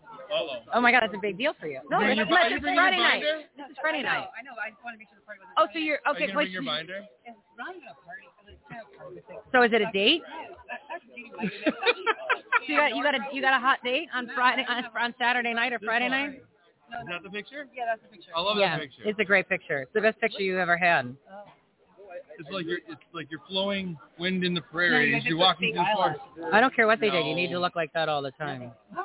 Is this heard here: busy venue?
yes